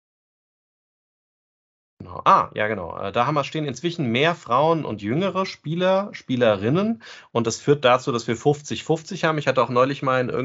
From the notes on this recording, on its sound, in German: hat sich in einem Video und Audiomeeting getroffen